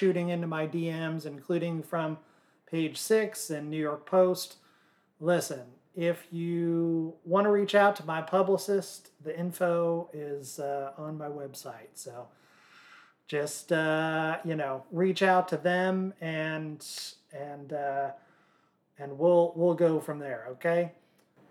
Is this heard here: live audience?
no